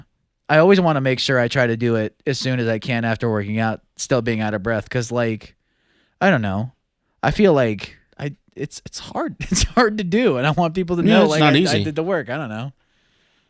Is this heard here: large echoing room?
no